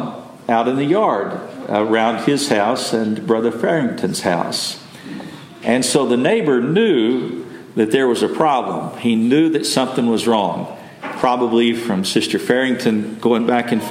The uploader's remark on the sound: Message delivered Sunday, December 31, 2023 at Mt Carmel Primitive Baptist Church, Bel Air, Maryland.